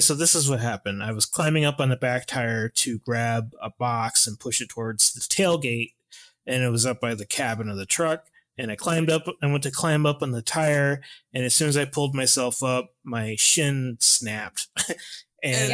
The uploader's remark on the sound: We recorded this episode using new software due to having to record remotely. Sorry for the hot audio!